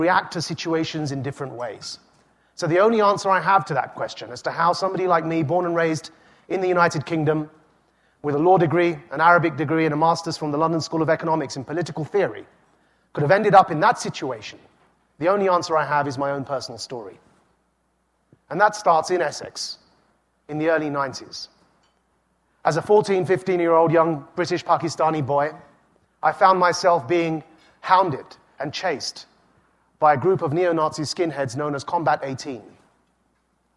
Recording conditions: live audience